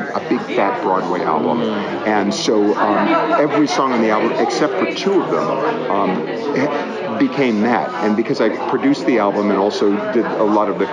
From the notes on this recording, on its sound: live from Feinstein's/54 Below press day